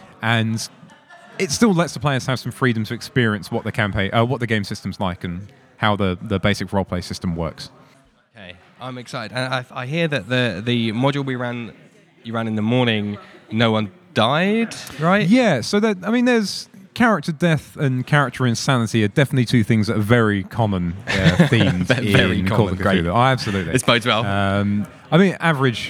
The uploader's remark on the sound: This episode was recorded live at the RPGaming Faversham event. The first half was recorded with The Keeper of our Cult of Cthulhu TTRPG session moments before starting, while the second half catches us as we recover from the horrors we experienced.